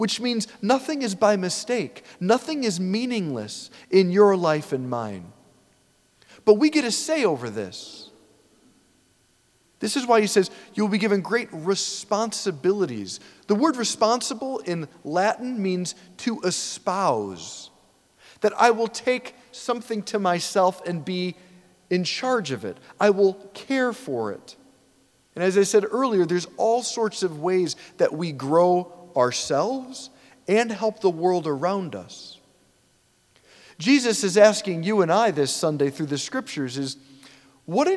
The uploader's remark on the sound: preached this homily on November 19, 2023 at St Basil the Great Catholic Church in Brecksville, OH.